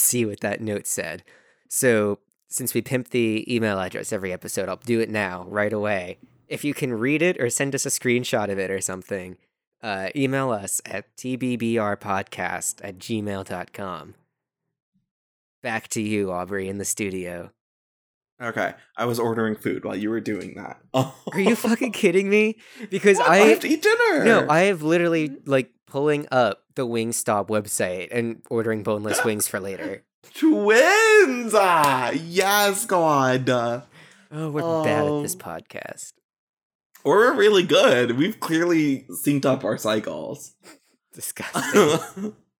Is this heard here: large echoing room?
no